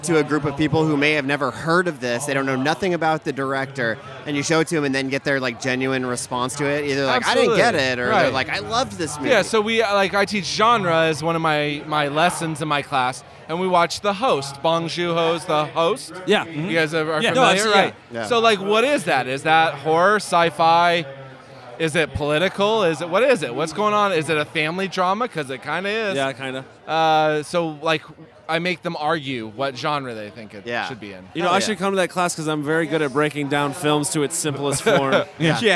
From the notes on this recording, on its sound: straight from Phoenix Film Festival 2016!